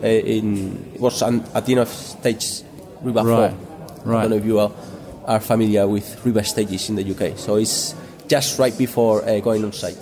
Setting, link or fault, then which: setting, busy venue